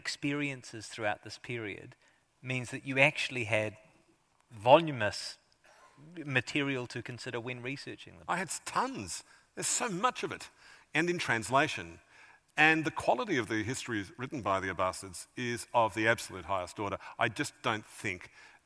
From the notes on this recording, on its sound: A highlight of the 2023 Auckland Writers Festival.